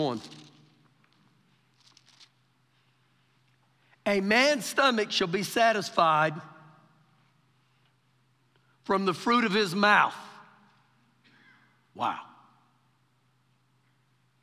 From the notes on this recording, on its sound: Recorded live during our Wednesday night service